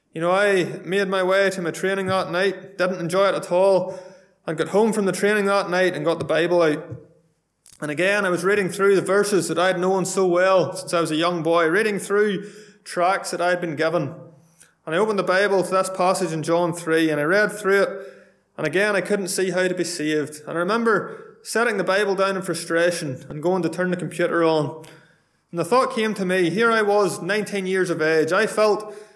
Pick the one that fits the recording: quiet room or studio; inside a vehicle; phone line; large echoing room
large echoing room